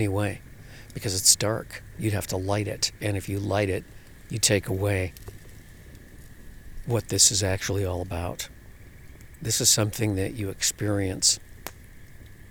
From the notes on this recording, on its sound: Live From The Lake Shore. From the shore of one of those famous fishing lakes in Western Wisconsin comes the sounds of early spring up here. That is to say the bugs really haven’t gotten started yet.